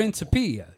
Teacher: Yeah, so stress on the third syllable. Principia. You say it like Italian.